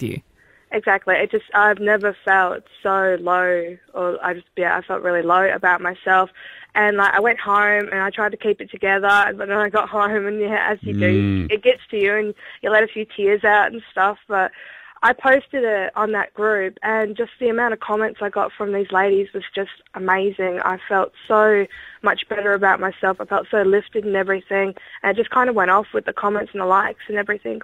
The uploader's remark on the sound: … decided to open the phones.